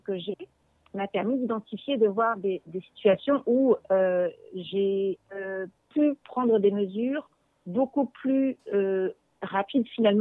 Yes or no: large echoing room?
no